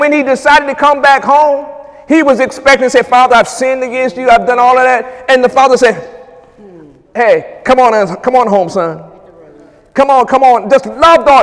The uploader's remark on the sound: During Sunday morning service on March 4, 2018